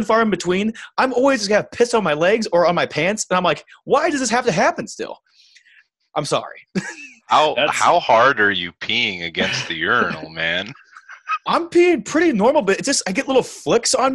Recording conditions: video call